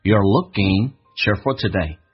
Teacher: You are 在快速的时候可以弱化成 you're 加个儿化音 you're，而且用降调读加粗的字体表示核心词汇，所以会有一些情绪在里面，变成 You're looking cheerful today.